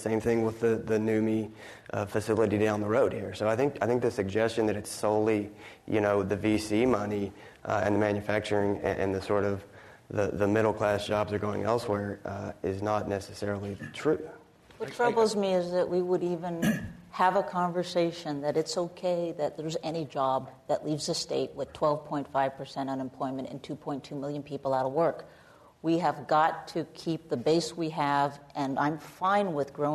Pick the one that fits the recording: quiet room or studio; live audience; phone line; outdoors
live audience